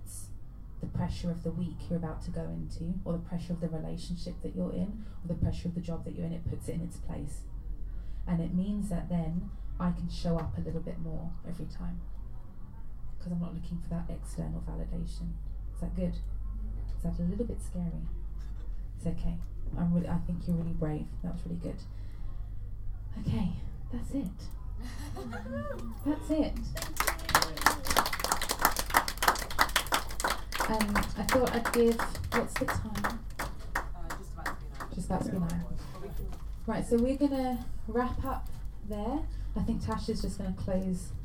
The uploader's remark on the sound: Live Recording from Event. This podcast here is a live recording from our Wellness Workshop.